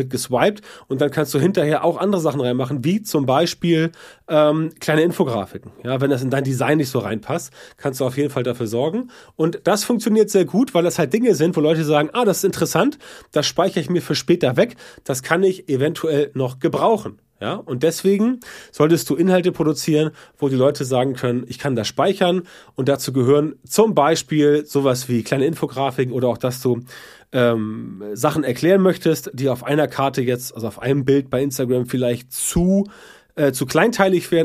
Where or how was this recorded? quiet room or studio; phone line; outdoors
quiet room or studio